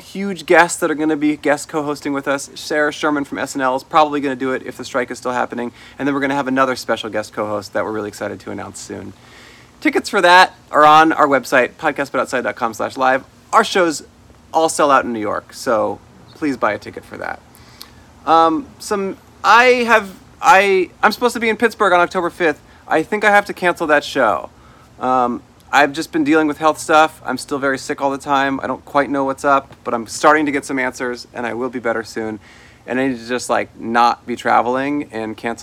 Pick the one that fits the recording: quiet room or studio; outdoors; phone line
outdoors